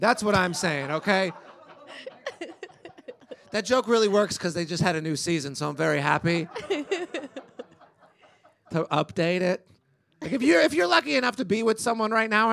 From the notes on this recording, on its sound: INTERRUPTION SHOW RECORDED LIVE AT THE GLENDALE ROOM IN LOS ANGELES, CALIFORNIA. MID-PERFORMANCE.